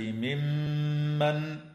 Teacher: وتغن الميم المشددة في كلمة ممن